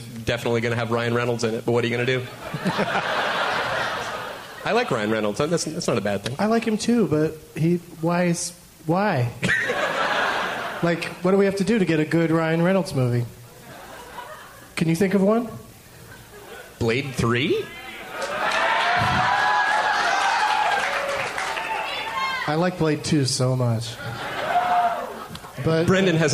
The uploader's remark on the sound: Live from the Varsity Theater in Minneapolis, MN.